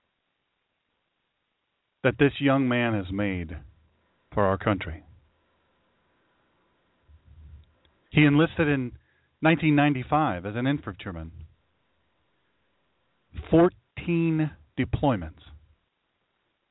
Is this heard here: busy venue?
no